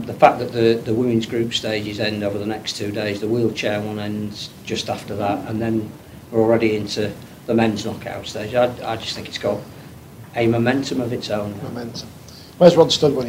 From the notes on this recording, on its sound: Forty20 LIVE at Dewsbury Library. The RLWC2021 Cultural Festival continues as we're live at Dewsbury Library.